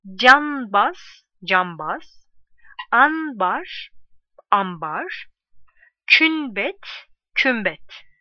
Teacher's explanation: N büyüktür M değişmesi. Türkçe'de kullanılan bazı kelimelerde B ünsüzünden önce gelen N ünsüzü M'ye dönüşür.